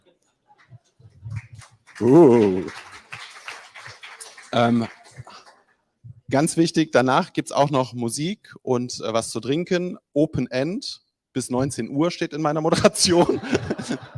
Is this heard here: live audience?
yes